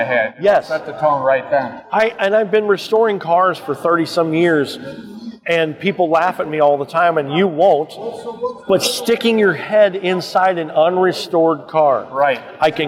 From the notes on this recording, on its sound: LIVE In The Racing Junk Booth At PRI. LIVE from the PRI floor. A HUGE THANKS to Racing Junk for hosting the Get Out N Drive Podcast in their booth!